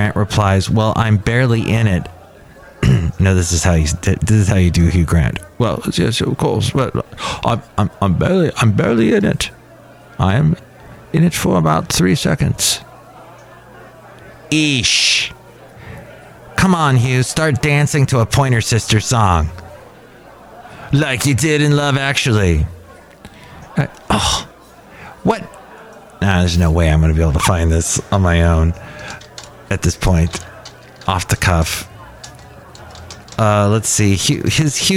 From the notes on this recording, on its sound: podcasts live from Cafe Anyway